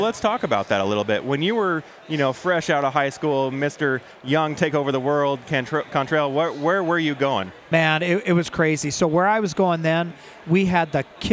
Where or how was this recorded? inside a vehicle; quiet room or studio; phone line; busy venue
busy venue